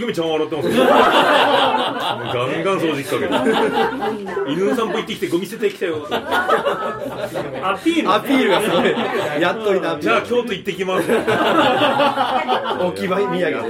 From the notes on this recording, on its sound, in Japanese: Podcastと音楽の融合イベント「SHABEON」。その開宴前にみなさんに集まっていただき公開収録をした内容になります。